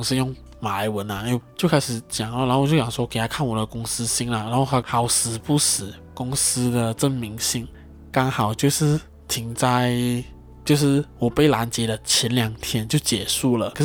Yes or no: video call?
no